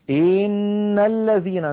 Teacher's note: يمط كسرة الهمزة من إن زيادة فيتولد منها ياء · Term: التمطيط